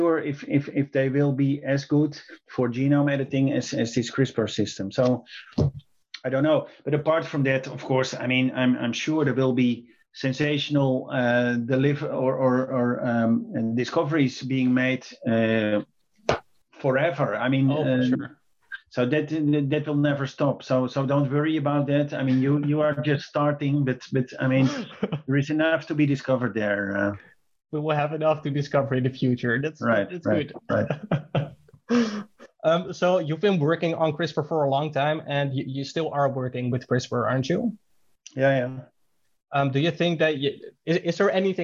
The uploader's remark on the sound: Via Zoom